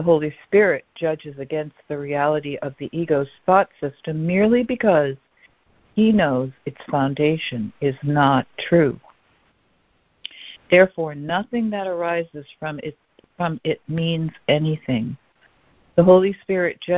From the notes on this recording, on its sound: ACIM Daily Conference Call.